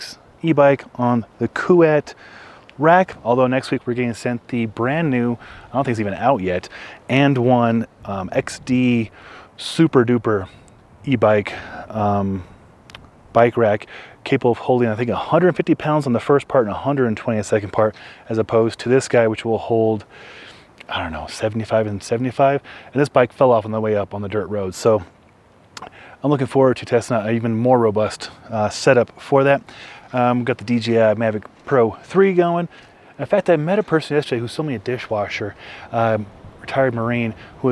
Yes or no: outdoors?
yes